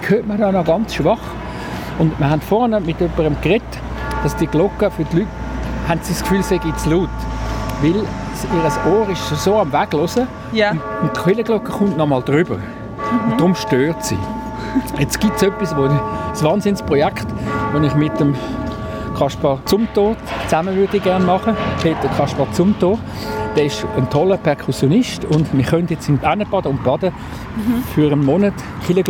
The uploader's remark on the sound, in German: Hörorte, Kloster Wettingen. Auf einen Klangrundgang. Deshalb zog unsere Ausbildungsredaktion los und sendete in dieser Woche live vom Ufer der Limmat.